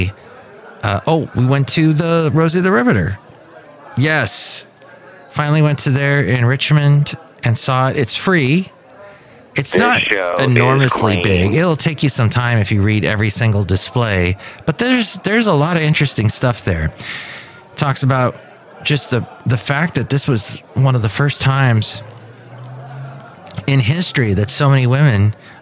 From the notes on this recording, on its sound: podcasts live from Café Anyway